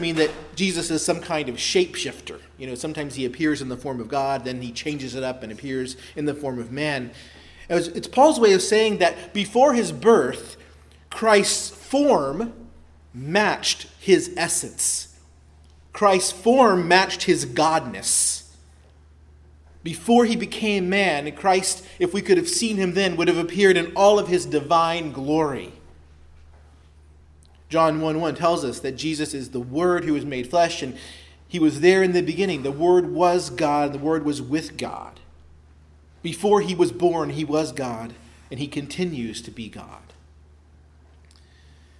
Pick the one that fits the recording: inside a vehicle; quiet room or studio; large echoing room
large echoing room